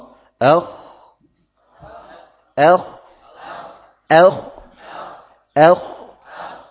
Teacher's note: Kalau sekarang ya suaranya dialirkan namun isti'ala. Jadi tinggi lidahnya kemudian suaranya tebal.